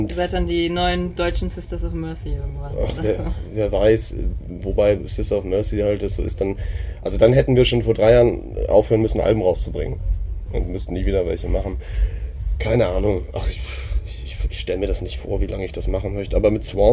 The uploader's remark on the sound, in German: beim Amphi Festival 2017 interviewt